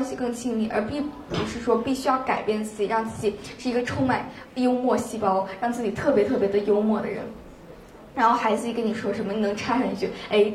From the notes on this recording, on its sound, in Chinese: 是她在抓马中心的东广场的一次分享录音